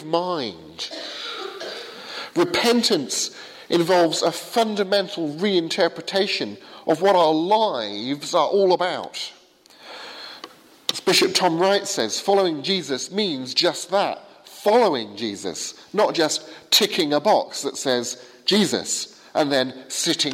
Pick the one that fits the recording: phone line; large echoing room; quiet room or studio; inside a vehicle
large echoing room